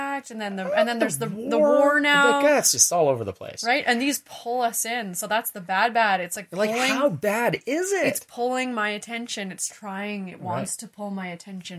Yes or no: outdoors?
no